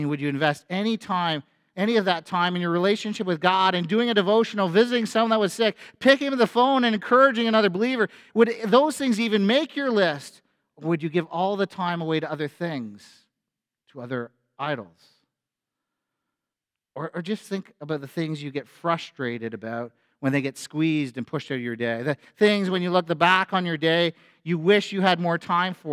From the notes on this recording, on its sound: A sermon at FBC Church in Cobourg,